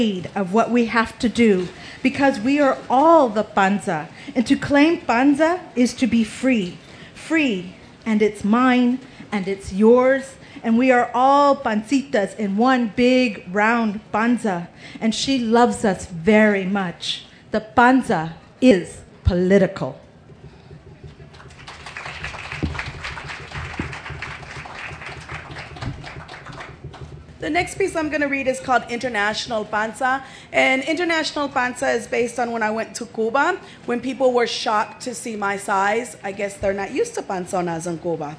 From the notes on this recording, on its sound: 30 Minutes features a panel from the Pima County Public Library’s Nuestras Raices Pavillion at the 2015 Tucson Festival Books.